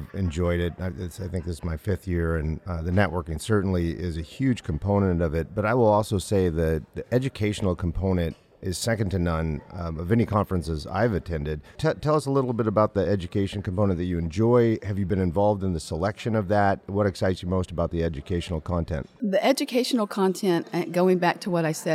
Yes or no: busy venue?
yes